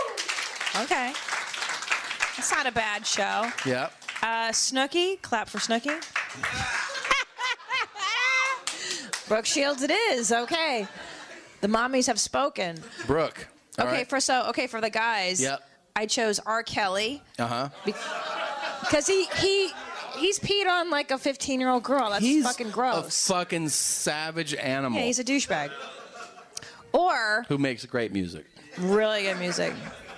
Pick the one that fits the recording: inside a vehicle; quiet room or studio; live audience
live audience